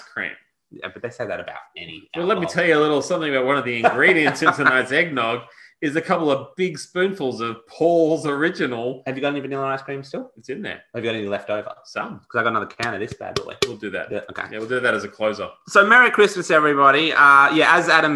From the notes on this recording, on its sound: we Zoom'd like champions (spoiler alert: Zoom sucks)